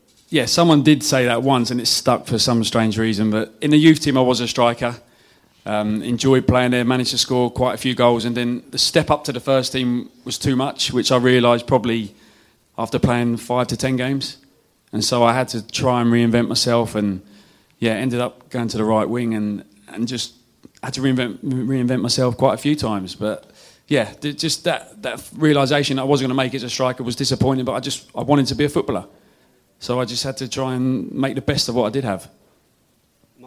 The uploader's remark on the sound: at the Beesotted December Bees-Up In Fullers' Brewery